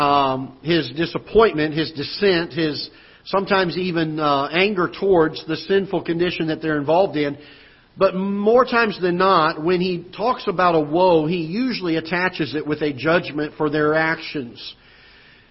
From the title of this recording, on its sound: Ketha Heights Baptist Church ~ Live Broadcast